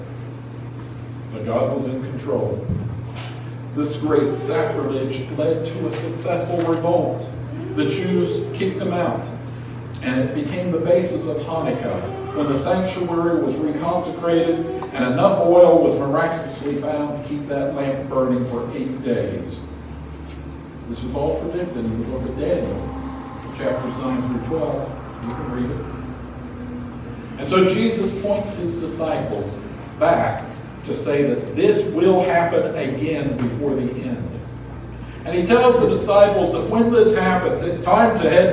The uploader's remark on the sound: Apologies for the audio quality. Our primary audio system died, so this was recorded from the backup system.